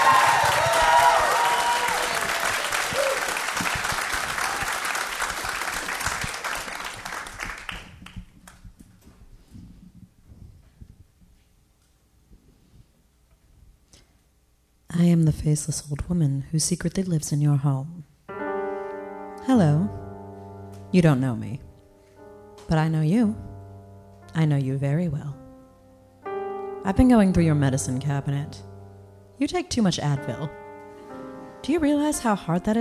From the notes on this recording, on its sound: Live in LA at Largo.